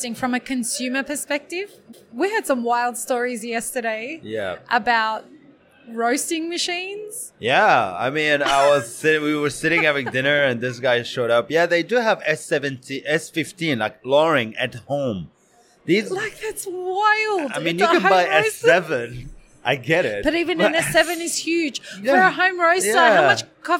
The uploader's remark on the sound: Live series from World of Coffee Dubai. Who joined us live as the official podcast partners for World of Coffee Dubai, and recorded podcast episodes from the show floor.